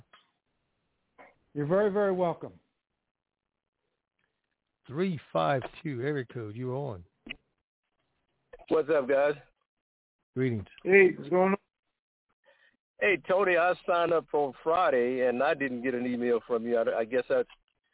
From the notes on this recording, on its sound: TNTSuperfantastic Conference Call